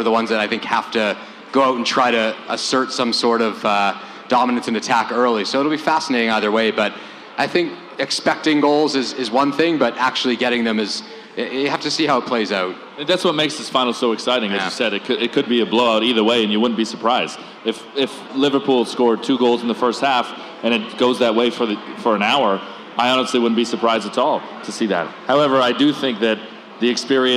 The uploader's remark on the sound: Champions League Final Event. From Footy Talks Live Champions League event.